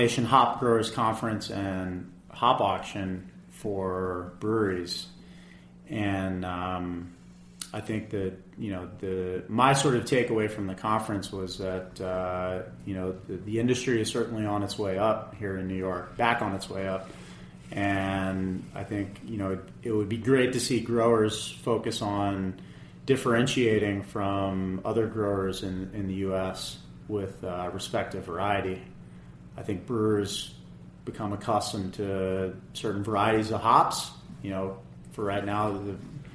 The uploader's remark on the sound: recorded a special off-site show in the Bronx for a celebration of NYC Beer Week